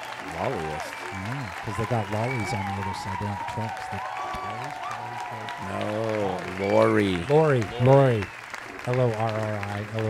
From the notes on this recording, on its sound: Filmed in front of a live Studio Audience.